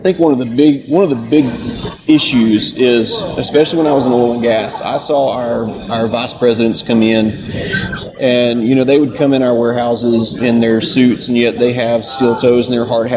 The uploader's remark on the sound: joins us live on the floor of the NSC